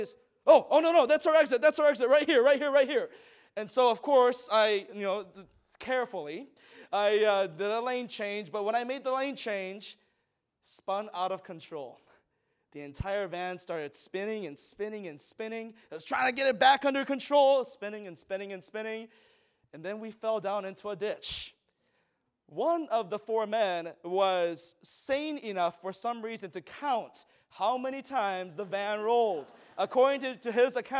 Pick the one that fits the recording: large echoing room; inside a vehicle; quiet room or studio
large echoing room